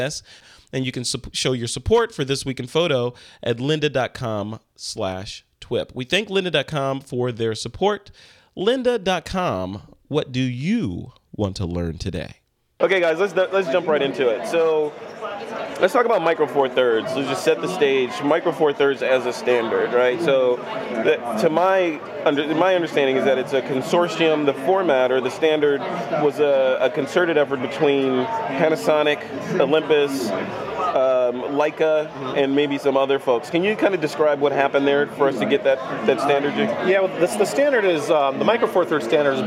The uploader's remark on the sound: A special episode of TWiP recorded live on the show floor of WPPI in the Panasonic booth.